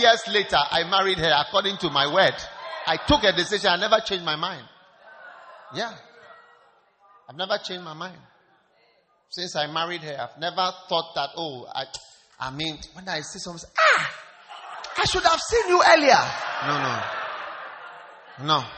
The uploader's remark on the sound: Preached at the Wisdom Impartation Service.